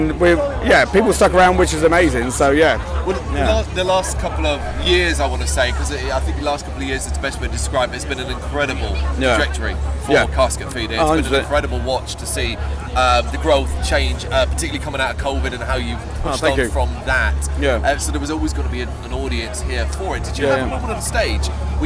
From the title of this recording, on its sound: Bloodstock 2023 Interviews